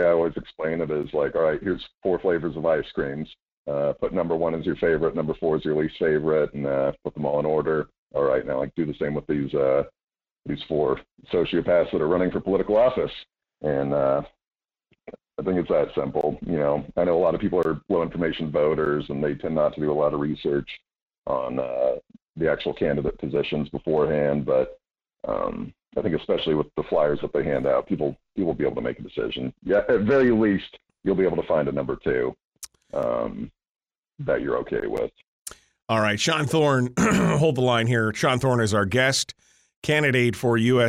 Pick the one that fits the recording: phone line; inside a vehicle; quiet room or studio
phone line